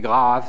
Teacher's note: le A, au contraire, est une voyelle dont le formant acoustique percevable est un formant grave